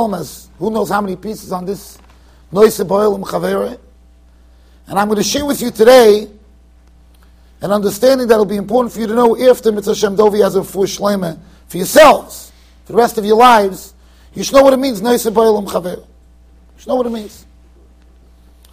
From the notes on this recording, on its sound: Shiur recorded in Yeshivas Ohr Reuven, Monsey NY.